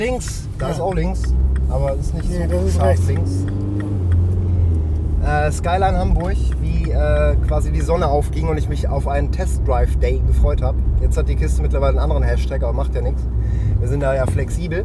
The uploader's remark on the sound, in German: In hamburgs straßennetz. Auf den mitfahrersitzen. Mit ungefragt dezenter stadtführung, guten ps unter der haube.